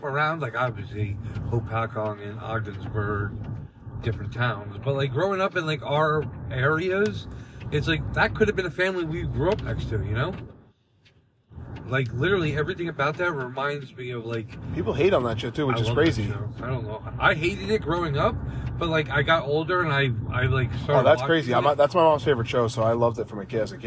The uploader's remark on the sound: we’re in the car